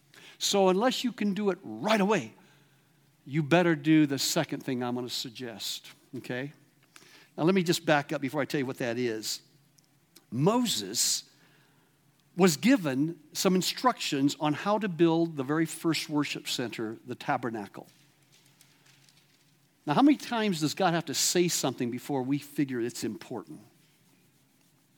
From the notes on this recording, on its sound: at The Awakening Conference LIVE from River House, Garden City, ID.